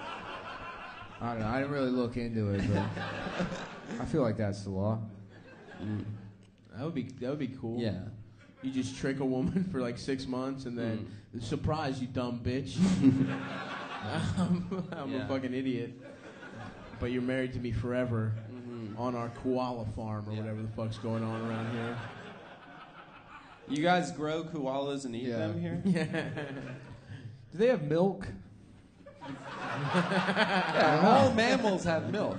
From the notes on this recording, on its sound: Brisbane (Live Show)